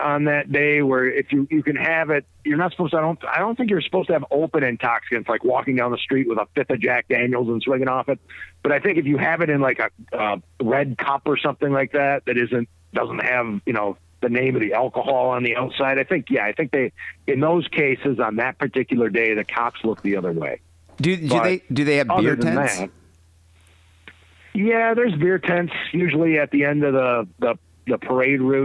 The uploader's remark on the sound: Phone calls.